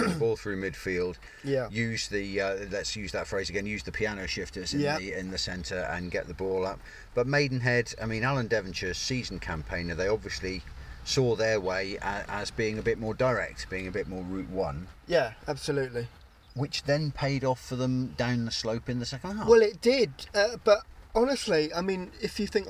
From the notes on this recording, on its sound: recorded in the rain at Seale Hayne